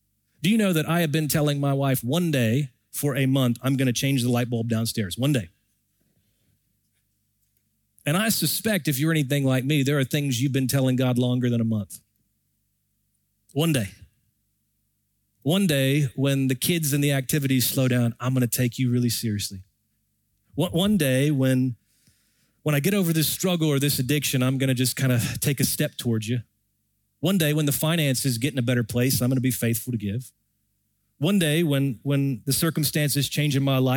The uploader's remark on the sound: Recorded Live at Brookwood Church